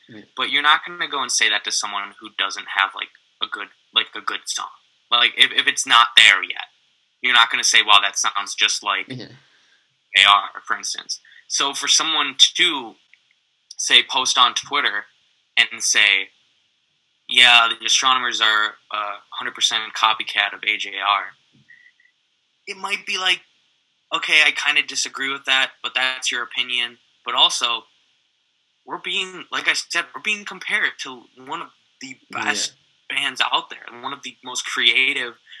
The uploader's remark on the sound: Apologies for minor technical difficulties throughout this episode.